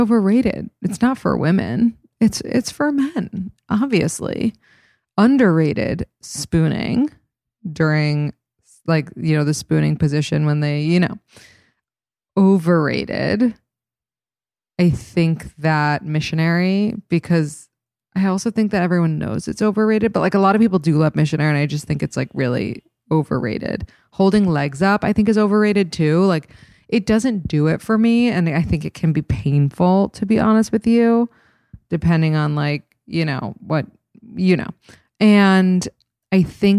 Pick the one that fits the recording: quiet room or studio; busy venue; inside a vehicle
quiet room or studio